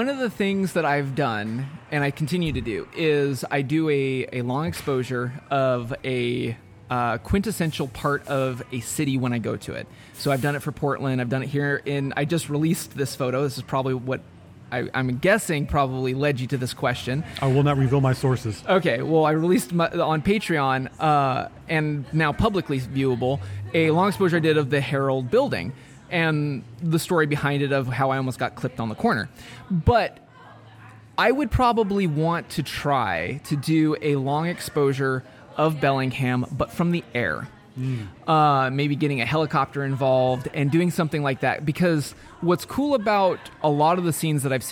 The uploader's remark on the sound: Recorded LIVE in the Dori's Coffee.